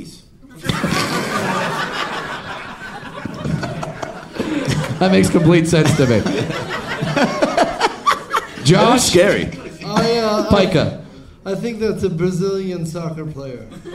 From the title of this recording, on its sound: LIVE from Comedy Works in Denver!